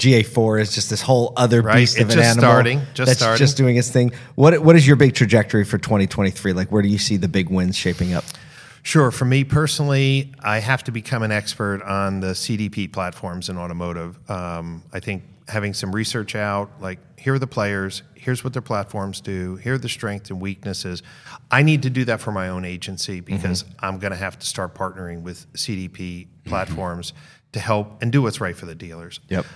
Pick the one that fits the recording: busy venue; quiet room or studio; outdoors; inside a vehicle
busy venue